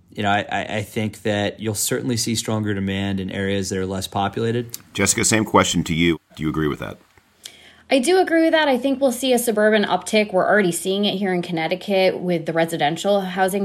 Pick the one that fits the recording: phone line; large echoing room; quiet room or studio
quiet room or studio